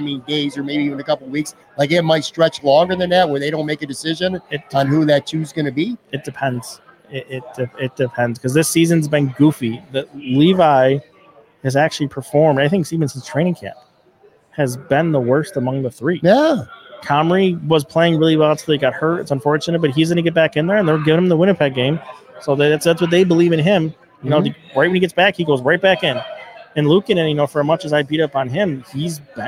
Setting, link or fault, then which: setting, busy venue